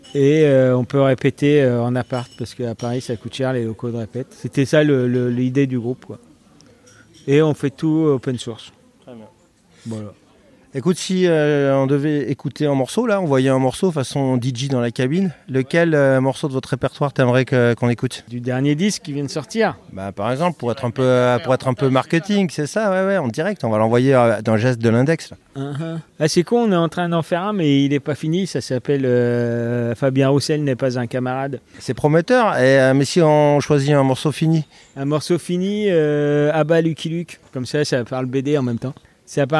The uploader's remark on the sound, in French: au festival de bande dessinée de Colomiers